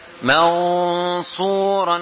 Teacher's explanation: gunnah nun mukhfa pada 5 huruf istila yang bersifat tebal. Maka dengungnya juga tebal.